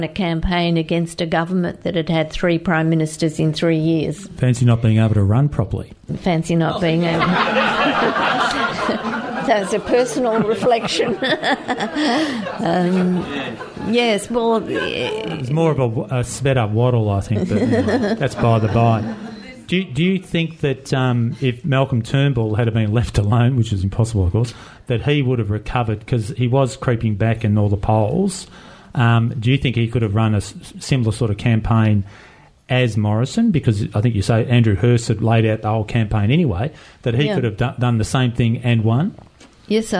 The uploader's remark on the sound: My Bookshop for a special LIVE recording of The Book Pod.